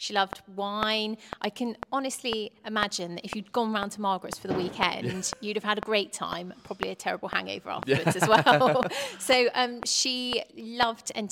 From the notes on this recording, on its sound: Today we are Gloucester History Festival.